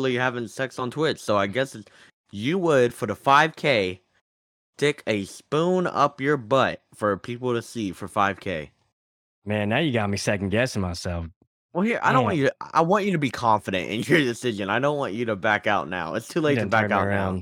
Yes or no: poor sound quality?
no